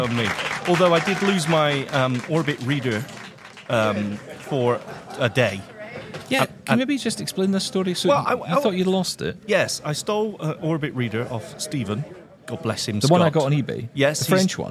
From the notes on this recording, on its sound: live from Vienna at the Zero Project Conference